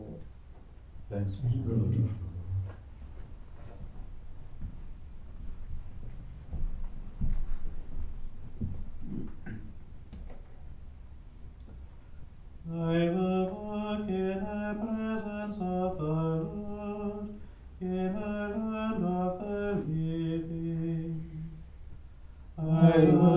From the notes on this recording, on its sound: Recorded live at Southgate House on 6 July 2023.